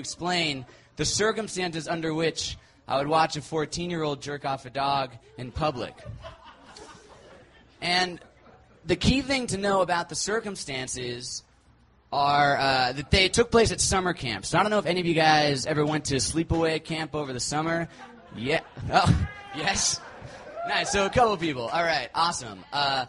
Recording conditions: busy venue